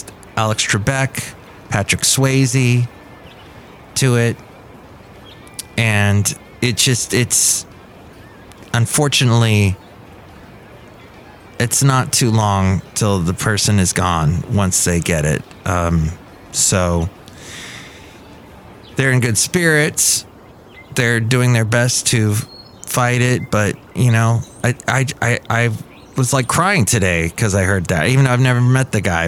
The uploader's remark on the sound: podcasts live from Café Anyway